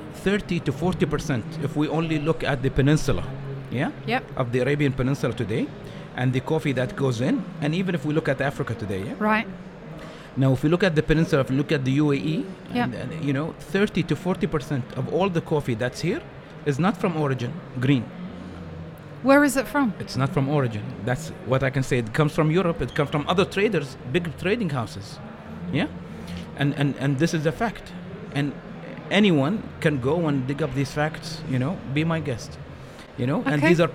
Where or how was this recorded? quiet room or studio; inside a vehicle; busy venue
busy venue